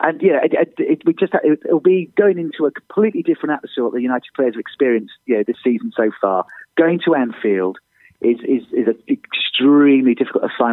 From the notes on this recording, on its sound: On the phone.